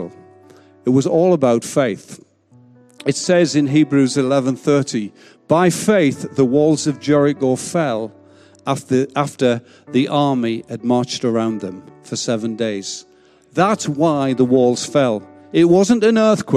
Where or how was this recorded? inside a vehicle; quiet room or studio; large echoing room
large echoing room